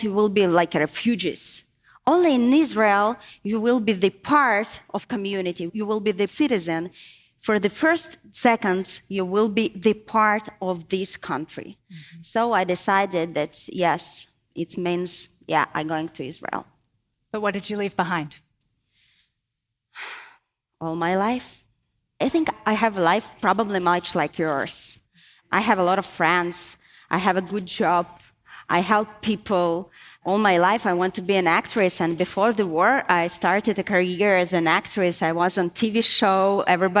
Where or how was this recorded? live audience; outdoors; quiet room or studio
live audience